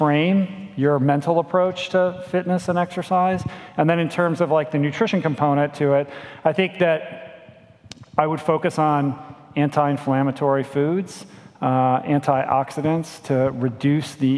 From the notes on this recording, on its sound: A fun, dynamic Q&A session from our Plantpower Australia event in Melbourne, Australia, recorded March 2017.